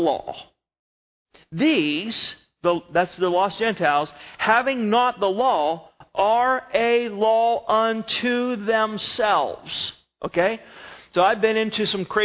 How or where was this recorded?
large echoing room